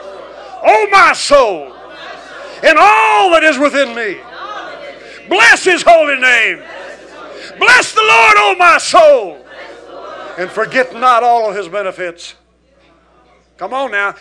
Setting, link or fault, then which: setting, large echoing room